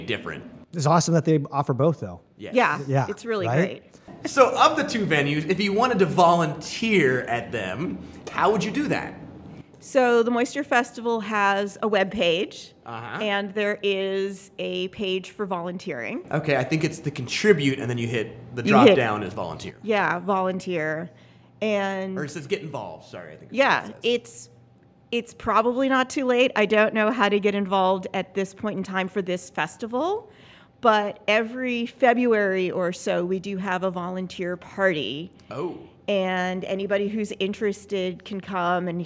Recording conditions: busy venue